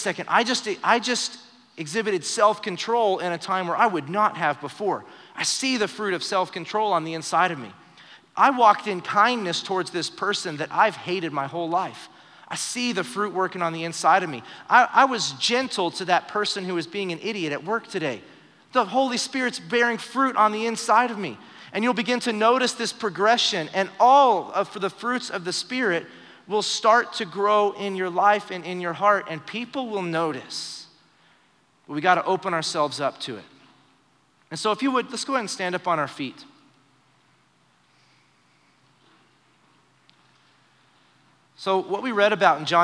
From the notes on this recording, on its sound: Recorded live during our Wednesday night service